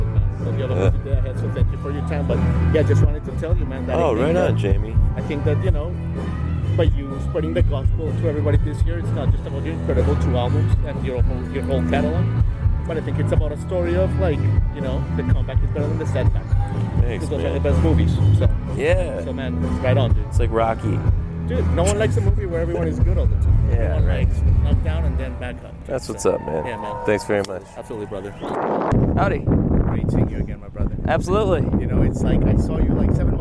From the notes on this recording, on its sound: Live from Highlands, NC, the home of Bear Shadow Music Festival